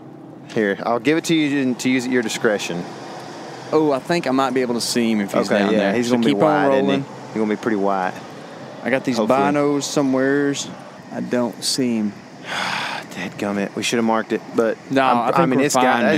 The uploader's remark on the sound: Also, as we recorded, we were driving around truck scouting a public property here in Texas.